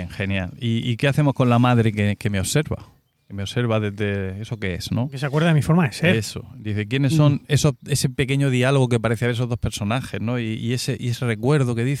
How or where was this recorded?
outdoors